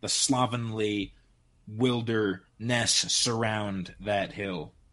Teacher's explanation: The wild in wilderness is densely ringed with S sounds.